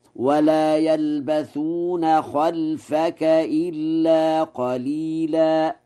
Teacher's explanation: قوله تعالى: وإذا لا يلبثون خلافك إلا قليلا، قرأ ورش: خلفك بفتح الخاء وإسكان اللام من غير ألف، وخلفك وخلافك لغتان، فيقرأ هكذا: ولا يلبثون خلفك إلا قليلا.